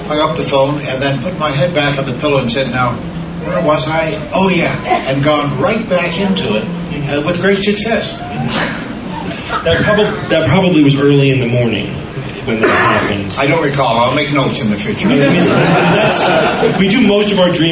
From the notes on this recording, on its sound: Live from DragonCon 2008. Live Questions.